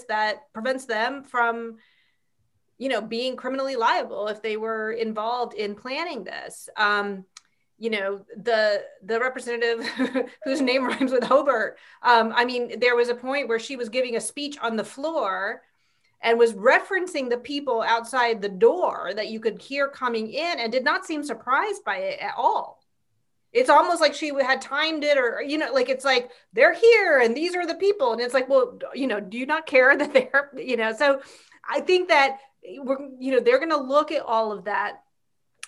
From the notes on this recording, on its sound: We conducted a webinar. Our listeners asked them questions.